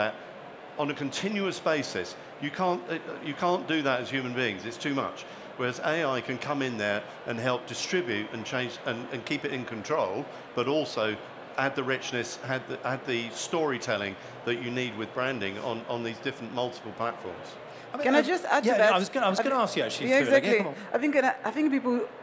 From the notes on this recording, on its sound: Elite Business Live has gone on tour to some of the best events and expos across the country, with our last and final stop at the Technology For Marketing expo at London Excel.